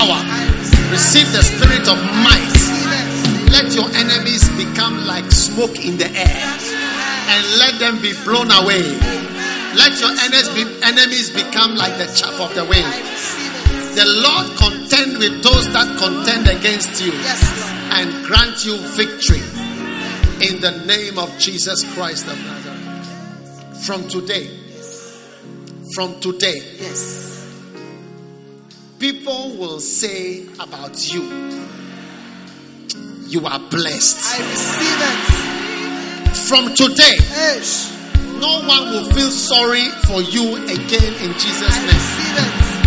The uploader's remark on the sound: Preached at the Prophetic Encounter Service.